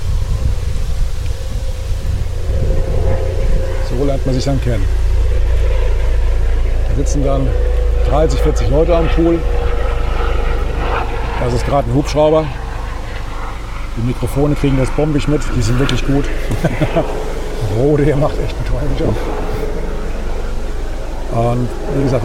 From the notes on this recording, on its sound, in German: Findet sich der Zuhörer mitten im bayerischen Frankenland wieder. Diese Episode ist der zweite Teil der Aufnahmen im fränkischen Roth. Diesmal am Hafen des Rhein-Main-Donau-Kanals in Roth – dort, wo sich bei der "Challenge Roth" (früher "Ironman Roth") Abertausende durchtrainierter Triathleten erst durch die Fluten des Kanals und zum Schluss über die Laufstrecke schleppen. Am eigentlichen Ort des Geschehens.